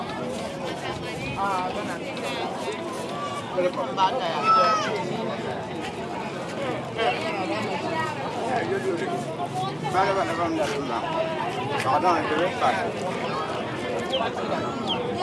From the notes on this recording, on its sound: Busy market in Burkina Faso. Kambouinsse market - a small town 20 minutes' drive from Ouagadougou, recorded in the early afternoon.